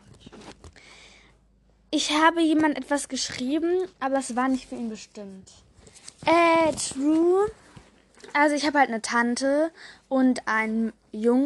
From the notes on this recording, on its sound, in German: Entschuldigung für die ganzen unnötigen Hintergrundgeräusche!